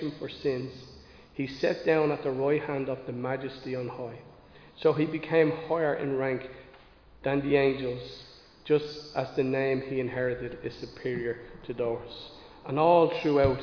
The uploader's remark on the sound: Recorded live in Liberty Church on 28 August 2022